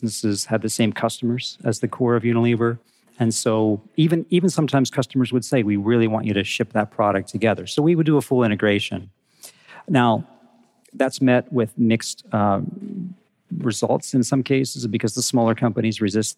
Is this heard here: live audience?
yes